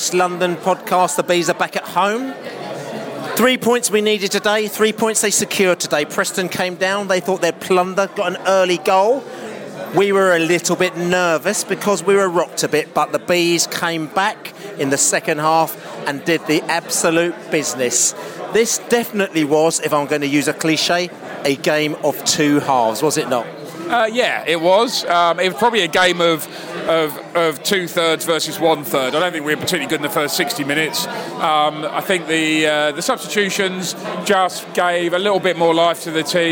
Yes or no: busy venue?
yes